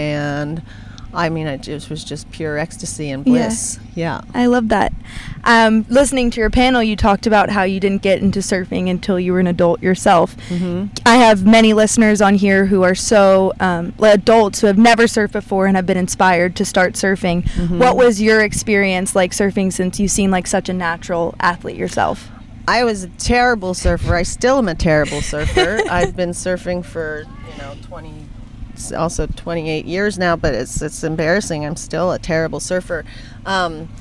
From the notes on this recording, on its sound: from my car!